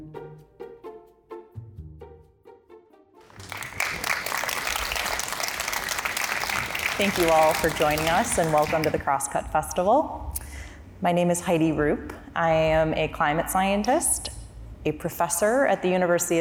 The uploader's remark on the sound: We are listening in on a conversation. During the Crosscut Ideas Festival in Seattle.